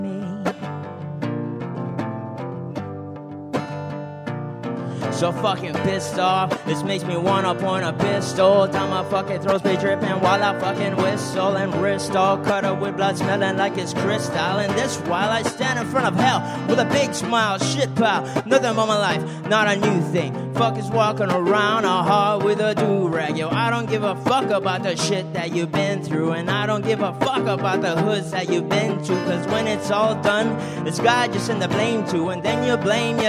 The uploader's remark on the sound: Live at Aces & Eights Bar. Live Acoustic Performances.